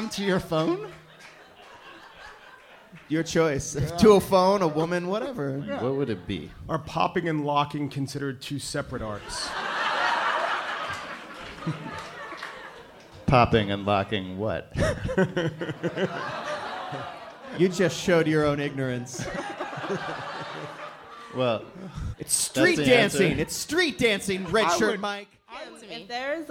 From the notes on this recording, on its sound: Ask Roulette is a conversation series in which strangers ask each other questions on stage.